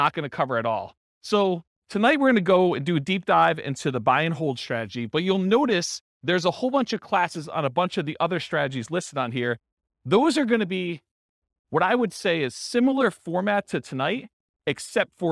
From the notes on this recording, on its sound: This was a live class recorded